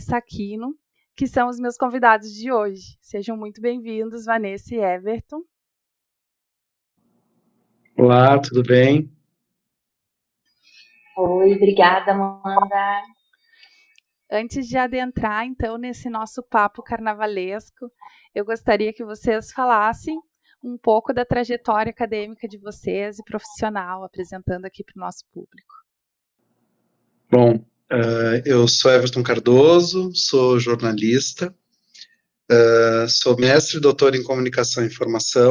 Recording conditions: video call